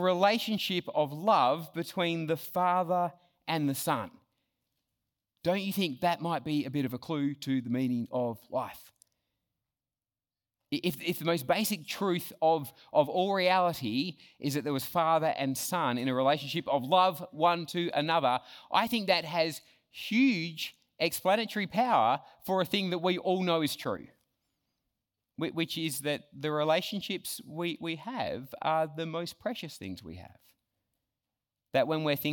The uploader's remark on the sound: Talk 1 from Reach Australia National Conference 2023